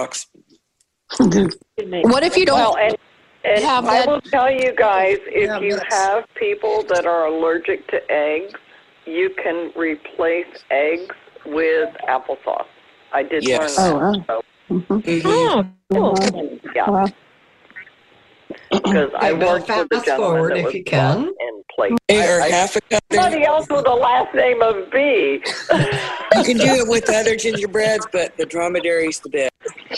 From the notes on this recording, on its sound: we held the first recipe swap via conference call